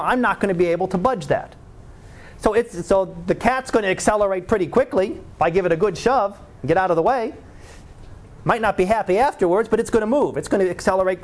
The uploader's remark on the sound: Live Class Lecture.